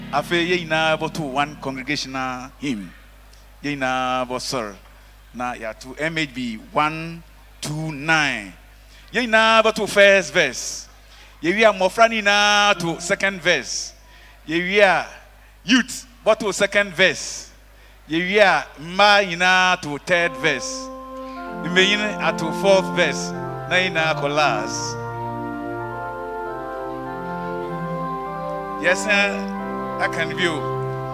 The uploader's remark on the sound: SUNDAY FESTIVAL OF NINE LESSONS AND CAROLS SERVICE || TRINITY METHODIST SOCIETY || MADINA ESTATE || GHANA || MAIN CHURCH AUDITORIUM.